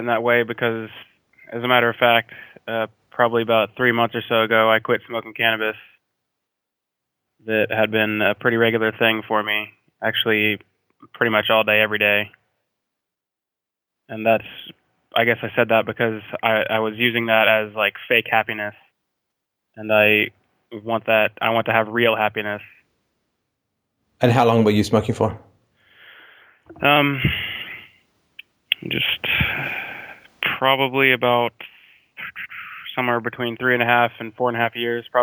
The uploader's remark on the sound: Call In Show